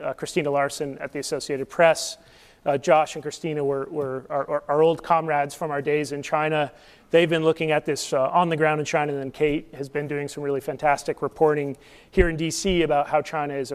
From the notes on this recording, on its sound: Q&amp;A with the audience